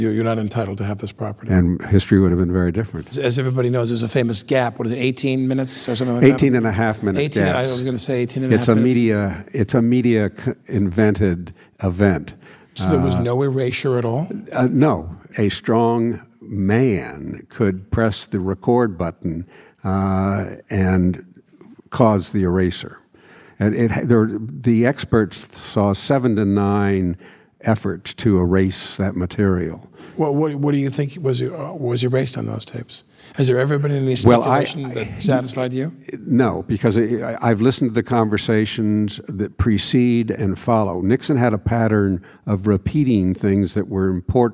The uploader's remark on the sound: In front of a live audience.